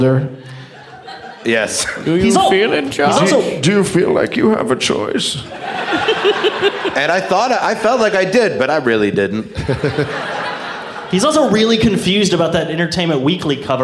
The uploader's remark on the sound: Live from the Oklahoma Contemporary Arts Center in Oklahoma City